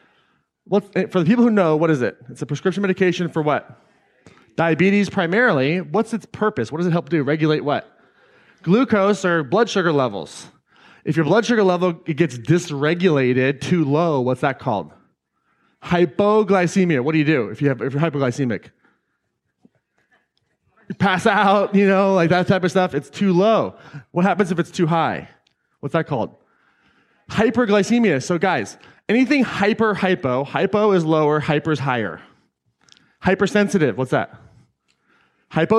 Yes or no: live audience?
yes